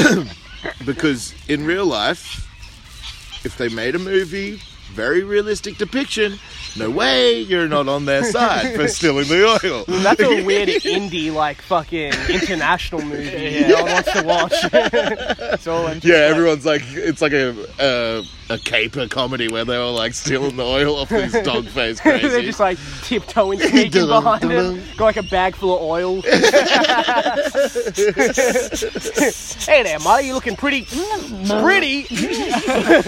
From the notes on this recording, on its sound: disregard the outdoor audio